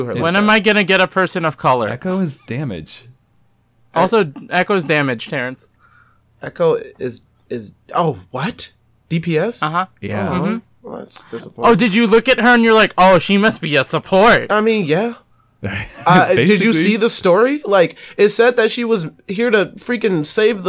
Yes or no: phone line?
no